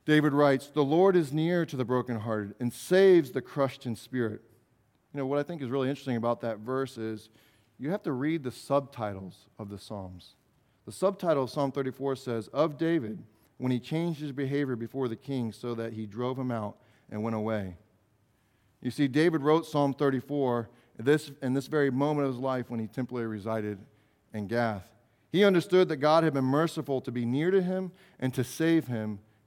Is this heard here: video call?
no